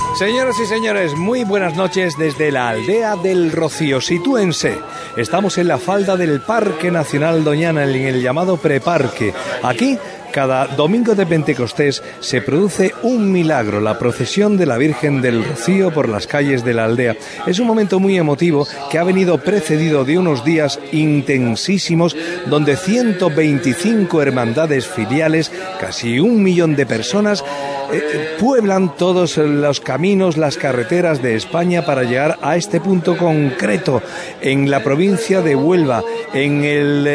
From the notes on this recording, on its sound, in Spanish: Programa especial con la retransmisión del tradicional 'Salto de la Reja' que inicia la procesión de la Blanca Paloma. En directo desde la aldea almonteña.